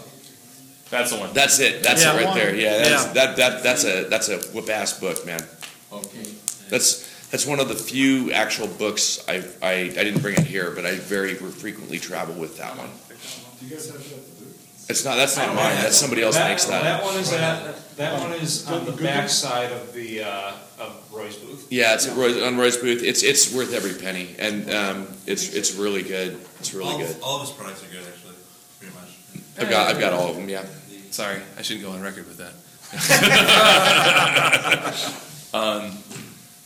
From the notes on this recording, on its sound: For those unable to attend U-Con 2015, we present the OSR Panel Discussion presented there